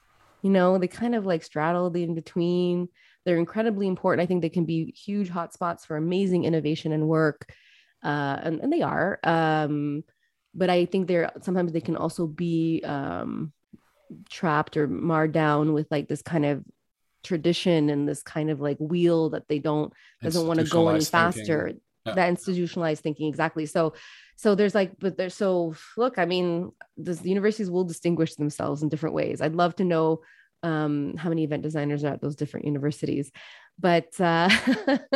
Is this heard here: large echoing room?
no